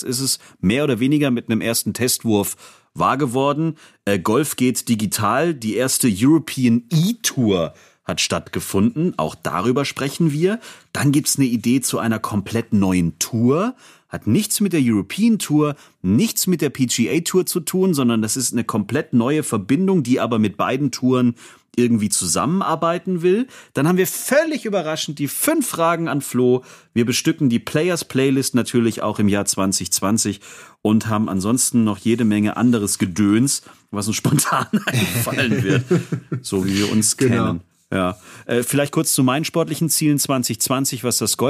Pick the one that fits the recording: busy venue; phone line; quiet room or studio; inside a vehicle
quiet room or studio